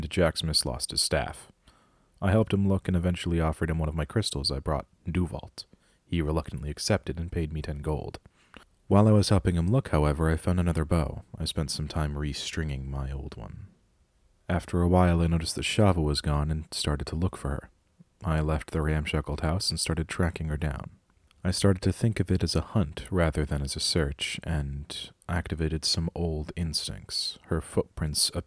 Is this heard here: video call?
no